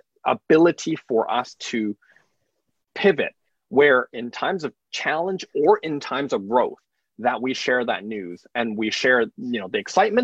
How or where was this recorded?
video call